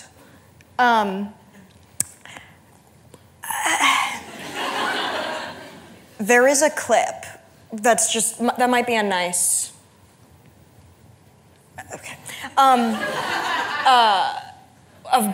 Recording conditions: live audience